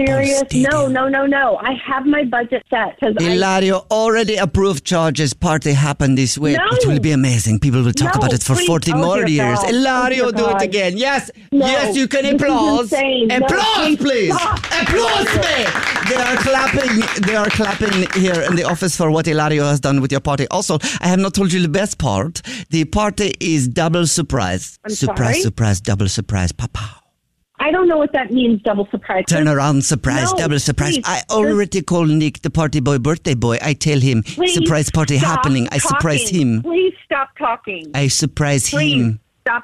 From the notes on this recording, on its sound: In today's Phone Prank